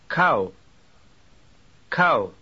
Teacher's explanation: The diphthong of this word could be written A-W. The first part is A, and the last part is a W glide.